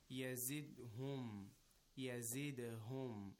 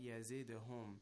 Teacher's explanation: The first one was the normal recitation, but in the second one, we have an echoing sound on the letter dal · Term: qalqala